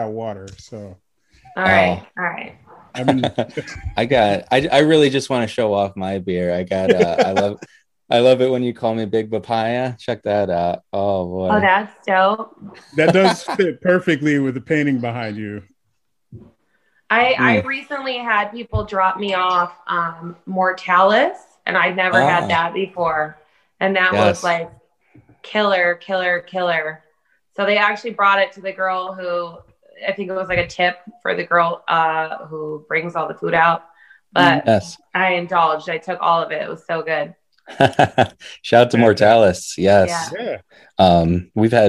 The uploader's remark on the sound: Recorded Live on Zoom.